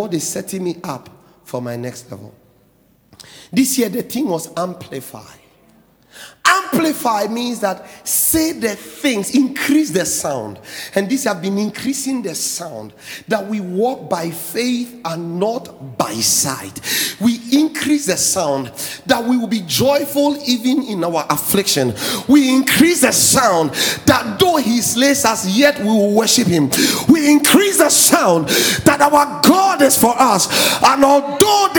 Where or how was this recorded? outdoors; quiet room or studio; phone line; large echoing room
large echoing room